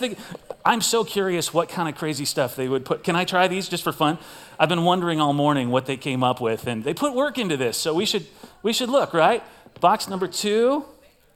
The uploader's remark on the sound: Recorded live at CrossWinds Church on October 29th , 2023.